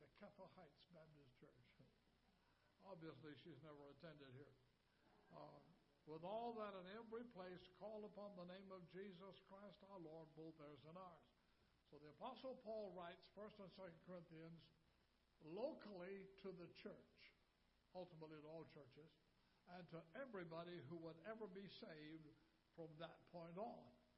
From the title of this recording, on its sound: Ketha Heights Baptist Church ~ Live Broadcast